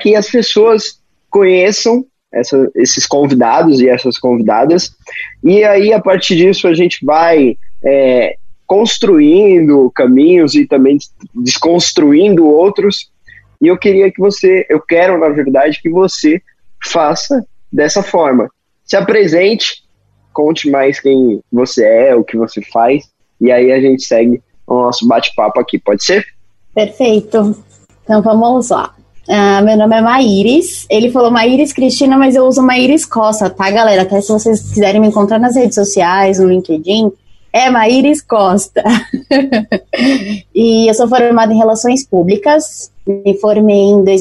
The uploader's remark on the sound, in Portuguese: bateu um papo com a gente por meio do Zoom